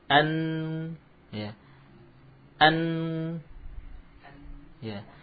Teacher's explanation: Jadi kita saat membaca la ta'manna ada ismamnya, isyarat dhammah, tanpa melepaskan lidah dari makhraj nun